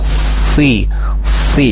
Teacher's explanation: pangkal lidah ke langit-langit diri ya, jadi diangkat pangkal lidahnya si si, jadi tidak sekedar si si, tidak si tapi si si.